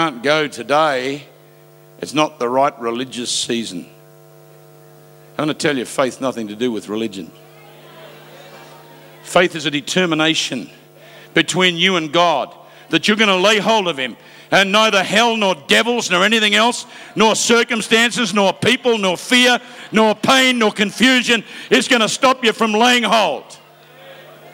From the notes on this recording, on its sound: Preached live from South Africa